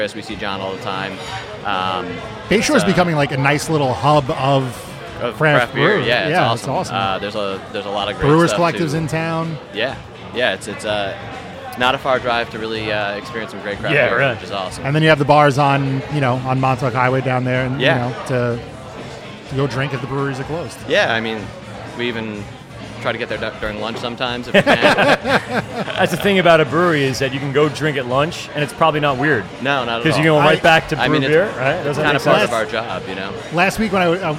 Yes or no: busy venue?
yes